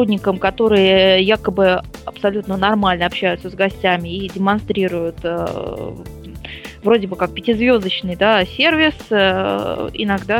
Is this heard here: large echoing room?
no